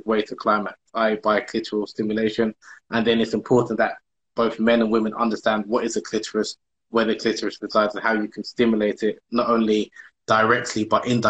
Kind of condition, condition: link, video call